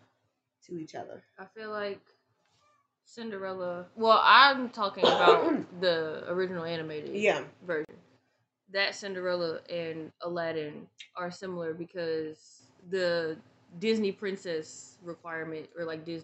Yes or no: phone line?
no